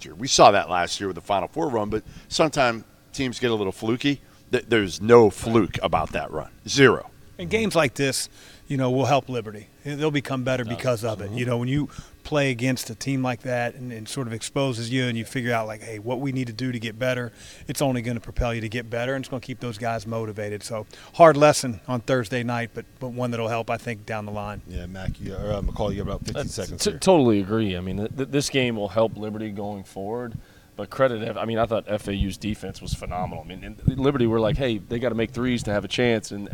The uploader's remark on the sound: LIVE from Field of 68 Tip-Off at FAU! Live from Boca Raton at the first-ever Field of 68 Tip-Off.